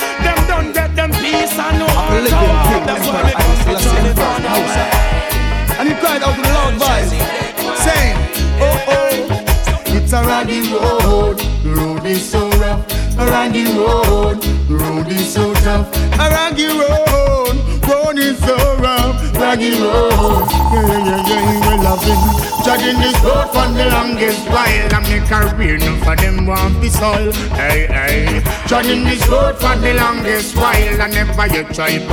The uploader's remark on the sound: Hush Lounge 17.10.20 (Live Audio).